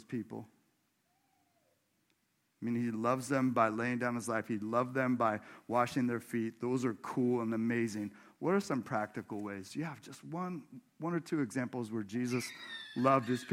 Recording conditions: large echoing room